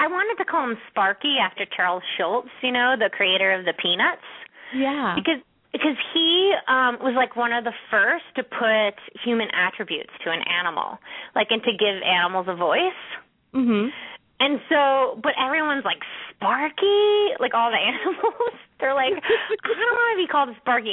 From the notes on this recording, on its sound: open up the lines for listeners to call